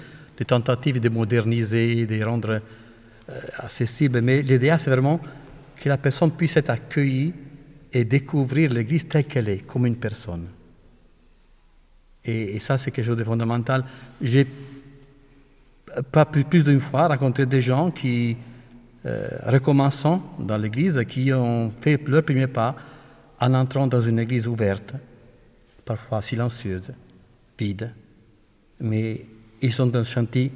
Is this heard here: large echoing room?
yes